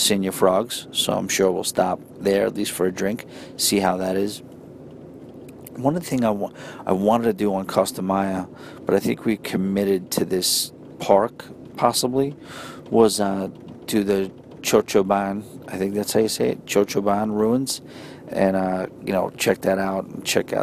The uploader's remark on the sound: records a quick episode from the train